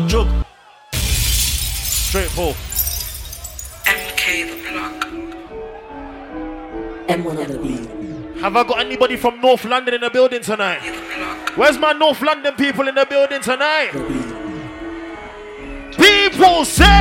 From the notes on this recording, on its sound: LIVE HIPHOP SET AT 21DEGREES EVENT.